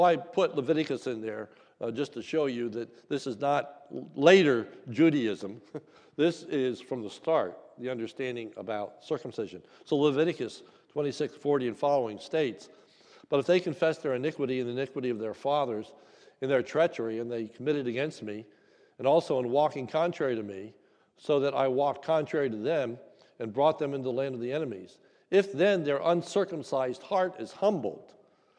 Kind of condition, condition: setting, large echoing room